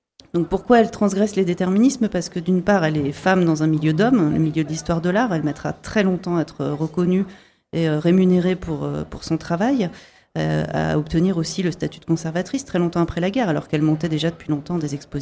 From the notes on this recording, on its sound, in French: Pour Radio Prévert. Plateau en direct sur le stand de la FRAMA : Fédération Régionale des Radios Associatives Maine Anjou.